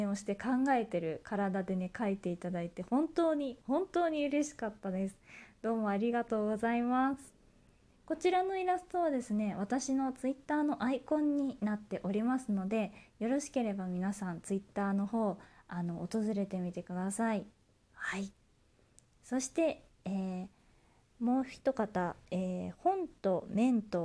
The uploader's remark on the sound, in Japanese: 自宅でスマホによる収録のため様々な騒音が収録されています、ご了承ください。キッチンのすみっこで。